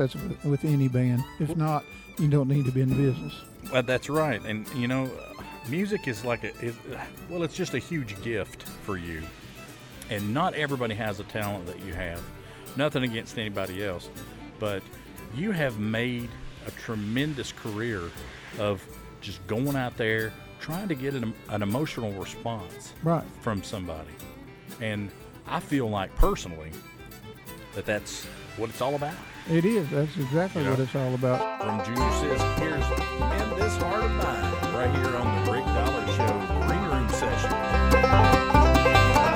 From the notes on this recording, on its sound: at The 2023 Pigeon Forge Bluegrass Festival